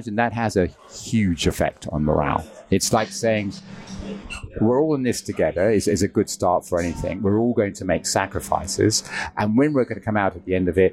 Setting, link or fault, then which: setting, busy venue